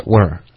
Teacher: We're 的这个的这个音有一点重，比较普通话一点，就 we're。were 就是前面有一点嘟嘴的这个感觉，were 就是这个音含到嘴巴里面了